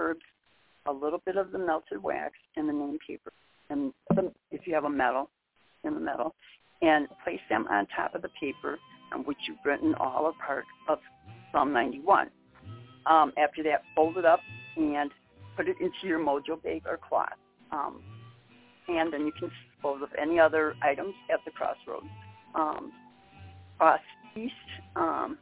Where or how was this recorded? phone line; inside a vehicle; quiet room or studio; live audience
phone line